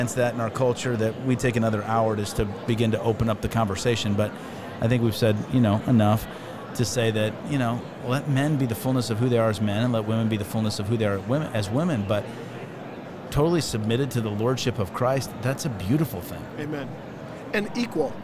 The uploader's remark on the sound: Following Up at NRB. LIVE from NRB 2022!